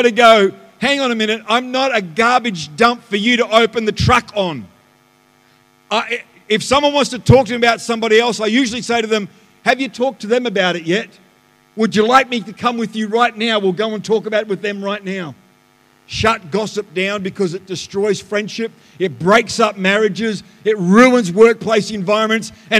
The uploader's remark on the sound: The live stream of Destiny Church Atherton